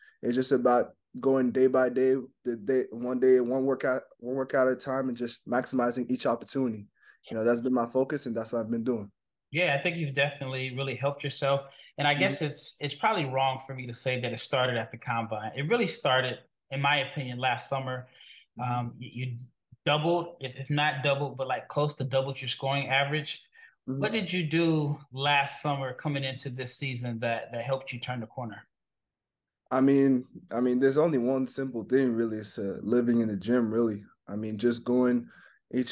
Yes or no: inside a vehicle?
no